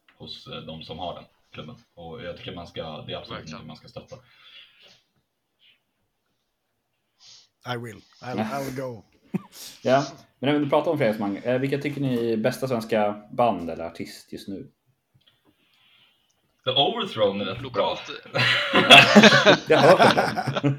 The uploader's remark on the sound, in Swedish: Vi ber om ursäkt för att ljudet inte är on point, men vi hade helt enkelt inte tid att fixa det och har precis bytt plattform för att spela in på.